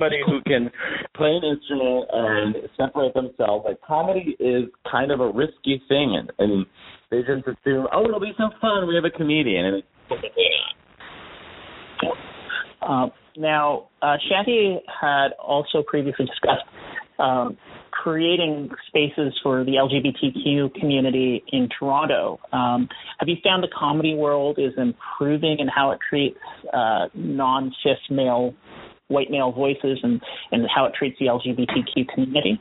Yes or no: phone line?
yes